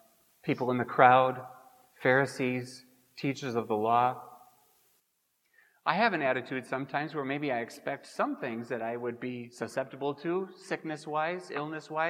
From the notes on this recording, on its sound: Preached at Grace Ev. Lutheran Church.